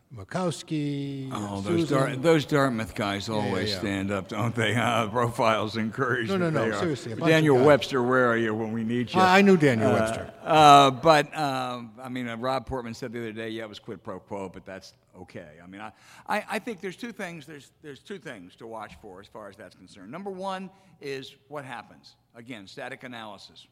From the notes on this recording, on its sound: Was recorded in front of a live audience at Heinz Field in Pittsburgh, Pennsylvania.